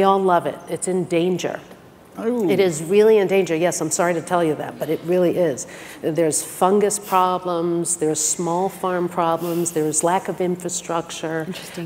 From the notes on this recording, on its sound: The best of live interviews from GreenBiz events.